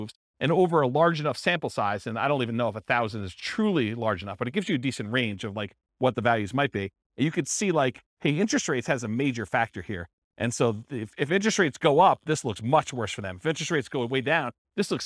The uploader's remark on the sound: This was a live class recorded